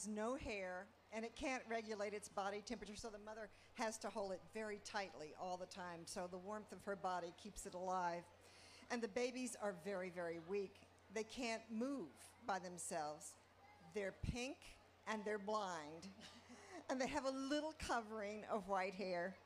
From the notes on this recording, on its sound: appear at the 2012 Library of Congress National Book Festival